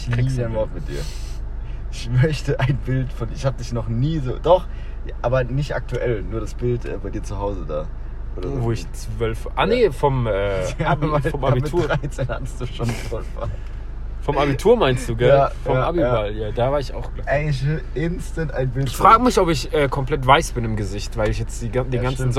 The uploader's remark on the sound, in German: mein Handy, schlechte Audioqualität